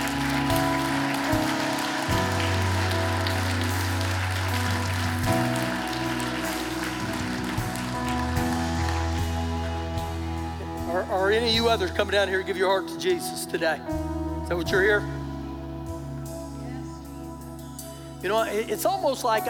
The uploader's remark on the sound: Recorded live during our Sunday morning service